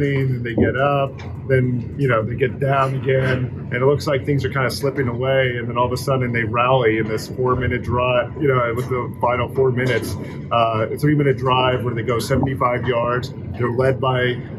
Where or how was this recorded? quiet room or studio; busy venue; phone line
busy venue